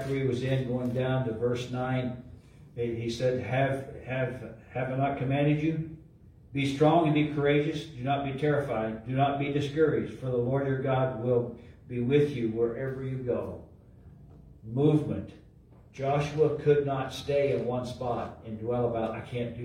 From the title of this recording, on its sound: LIVE from Calvary